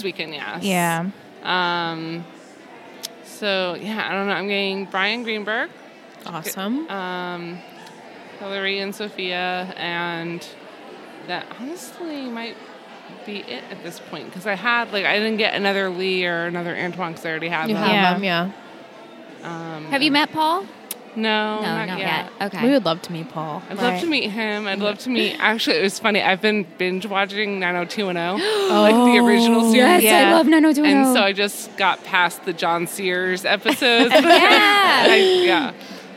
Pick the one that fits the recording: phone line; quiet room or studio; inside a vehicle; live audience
live audience